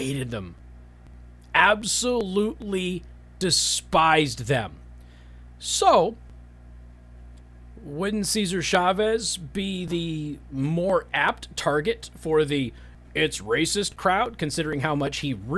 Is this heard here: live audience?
no